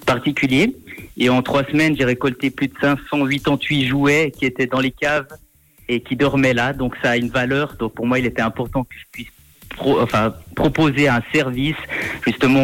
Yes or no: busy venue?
no